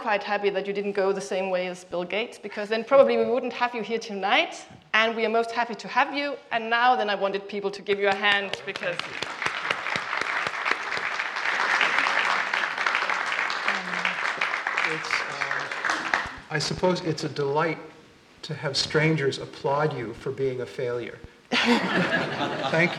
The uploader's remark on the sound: This podcast, recorded during the 7th Science Salon, takes you on a wonderfully fun and thoughtful journey into the world of science. In Copenhagen.